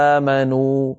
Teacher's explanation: ورشا رحمه الله يمد مد البدل إما حركتين أو 4 أو 6: يا أيها الذين آمنوا، هذا وجه، آمنوا 4 حركات، هذا وجه، آمنوا هذا 6 حركات، الوجه الثالث.